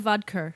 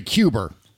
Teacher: There's phantom R's jumping into all these politicians' speech.